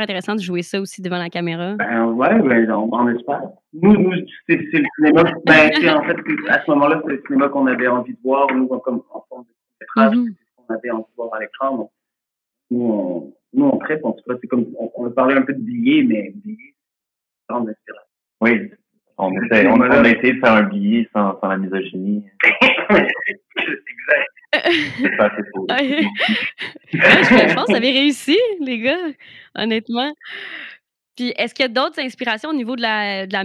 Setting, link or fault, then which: fault, poor sound quality